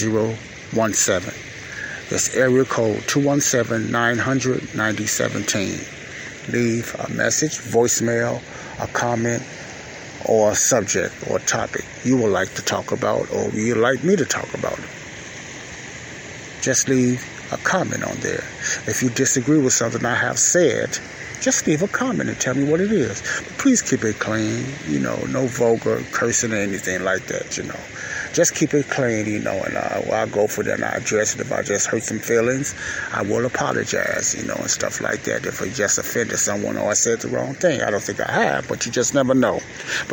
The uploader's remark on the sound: This is my weekly quiet storm time praying for myself and the saints of God while listening to the natural lake water sounds at lake shore drive in Chicago.